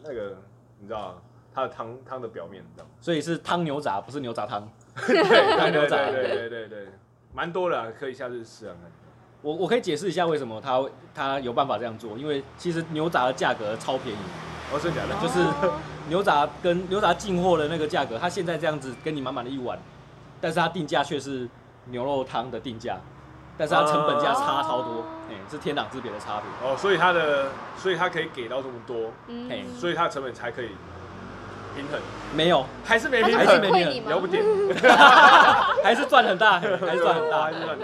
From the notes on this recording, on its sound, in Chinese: 錄音地點：牽咖啡 Chen Coffee